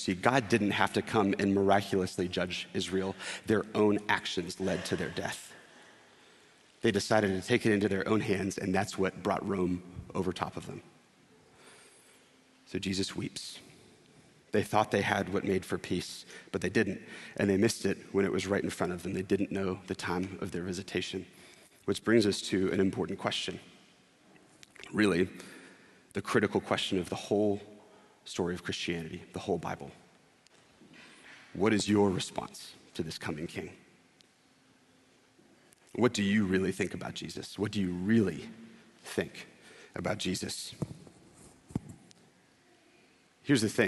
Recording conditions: large echoing room